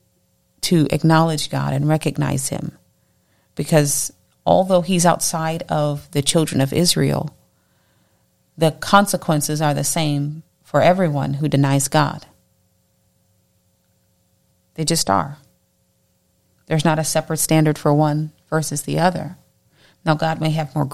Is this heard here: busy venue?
no